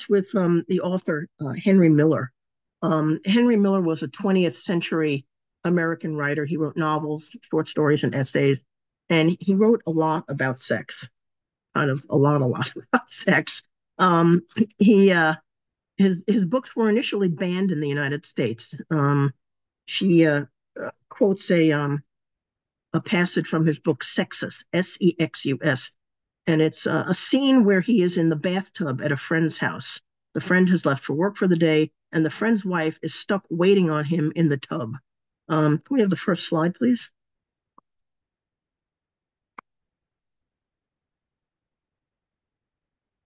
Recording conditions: video call